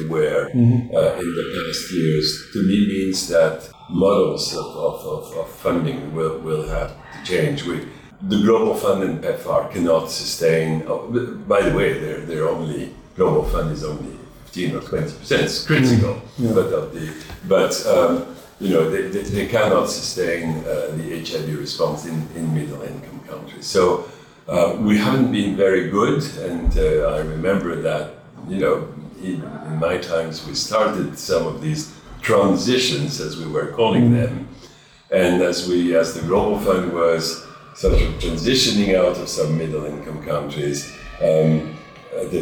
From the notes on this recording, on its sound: Live from AIDS 2022 in Montreal. Recorded during the International AIDS Conference in Montreal, Canada, on July 31st.